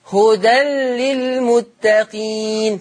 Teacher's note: لما يجي التنوين ورا منه لام هتنطق اللام بس من غير ما نعلق لسنا عليها